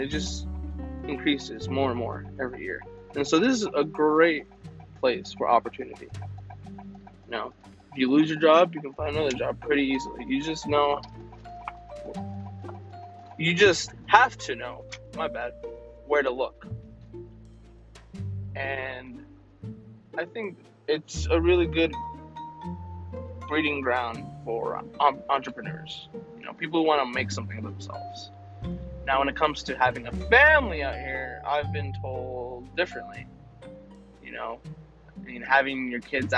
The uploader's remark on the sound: I test the audio potential of doing this podcast in my car.